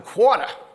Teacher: Because actually I grew up in New Jersey, and if you listen carefully, you will hear I skew my vowels the way somebody from New Jersey would. It's very subtle, because after many years in Ohio, I've made a conscious effort to sound like an Ohioan, but I haven't succeeded completely.